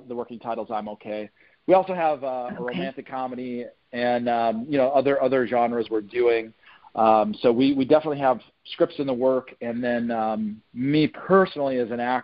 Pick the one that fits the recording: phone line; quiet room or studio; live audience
phone line